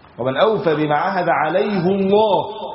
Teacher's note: فالشاهد ده كتير في القرآن إن الحرف له معنى، فقالوا دي جات في الموضع ده الثقل بتاع الكلمة مقصود، وقالوا أفاد فائدة عظيمة جدا، ومن أوفى بما عاهد عليه. ها لفظ الجلالة هنا هيقرأ مفخم، لأن لما بيجي قبله ضم بيقرأ إيه؟ مفخم، بيقرأ الله، لما بيجي قبله كسر بيقرأ مرقق.